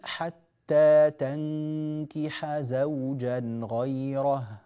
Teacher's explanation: حرف الحاء حرف مهموس يعني يجري معه الهواء، حرف الزاي حرف مجهور ينحبس معه الهواء، فربما انحبس شيء من الهواء في نطق الحاء فتأثر نطقها ولم يكن على النسق الصحيح.